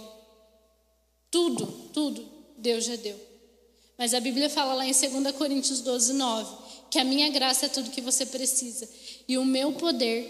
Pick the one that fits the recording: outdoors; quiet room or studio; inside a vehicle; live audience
live audience